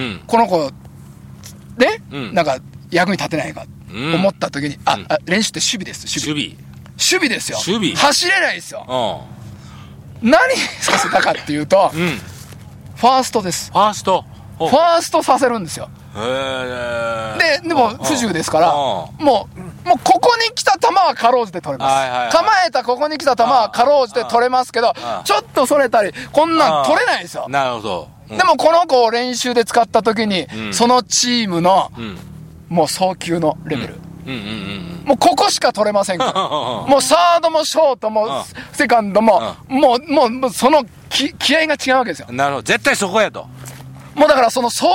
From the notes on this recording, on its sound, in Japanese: 長野県ビーナスラインの霧ヶ峰高原にて。バイクツーリングをして青空対談収録を開催いたしました。